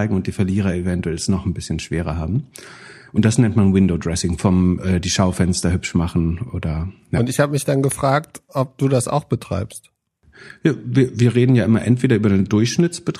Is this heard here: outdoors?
no